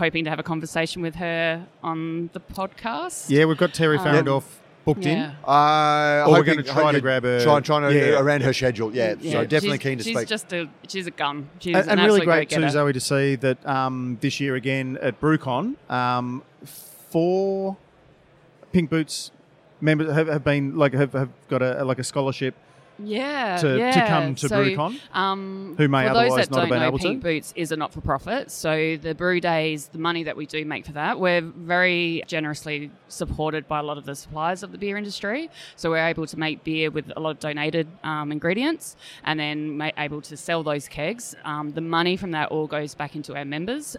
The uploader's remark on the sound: This week's episode was recorded at BrewCon 2018. The expansive event in Sydney this year.